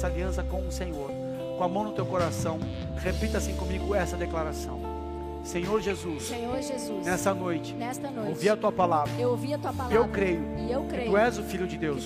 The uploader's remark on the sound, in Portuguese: Áudio extraído do culto do dia 12 de Maio de 2023.